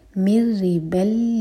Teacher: مرزبل، با پر فتح کی تنوین کے بعد لام، تو یہاں بھی ادغام بغیر غنہ کا ہے، تو نون کی آواز نہیں آئے گی، با کو سیدھا لام سے جوڑیں گے